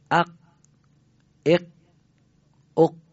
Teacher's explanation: این قافو که من ساکن کردم ادا شد ولی صداش رسا نبود، بیان کامل نشد · حرف قاف حتما خاطرتون هست سفت و سخت تلفظ میشه، یعنی امتداد پذیر نیست. خب حالا اگر قاف ساکن باشه صداش خیلی رسا نیست.